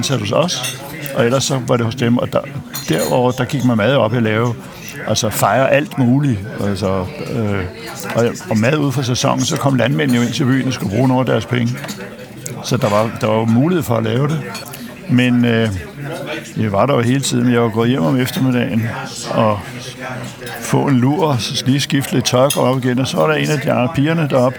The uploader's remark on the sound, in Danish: Optaget på Nimb Brasserie, Tivoli, København.